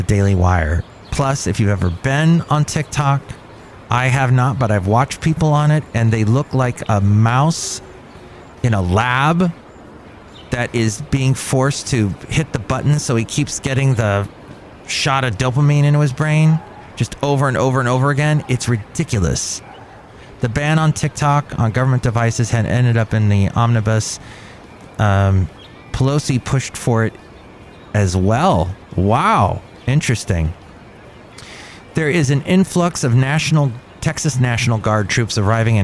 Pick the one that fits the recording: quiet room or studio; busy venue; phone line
busy venue